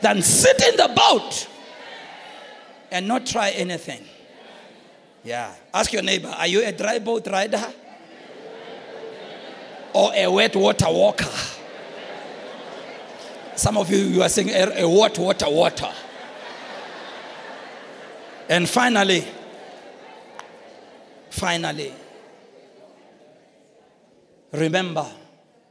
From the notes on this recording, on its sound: preached at the Launch of Grace Bible Church Marikana on the 22nd of October 2017